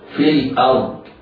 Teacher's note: راء في الأرض، راء ساكنة بعد فتح حكمها التفخيم، في الأرض، والضاد مفخمة رغم أنها مكسورة فهي في أدنى مراتب التفخيم